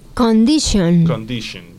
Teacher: Condition, exactamente. Porque esa T del tion se pronuncia... SH, sh, sh, así como si le dijera la palabra sh, cállate.